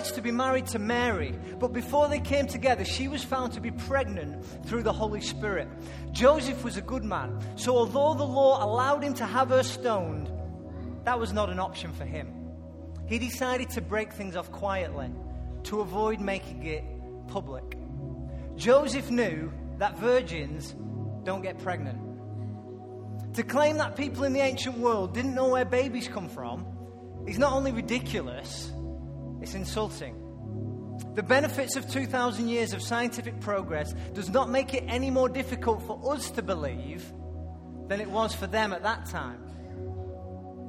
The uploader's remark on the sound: Recorded live at Life Church on Sunday 21st December 2014.